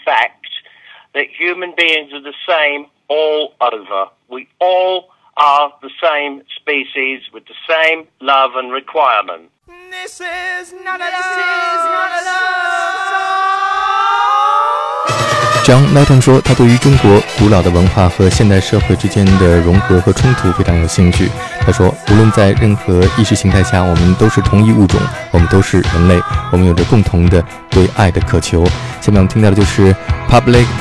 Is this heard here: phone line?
yes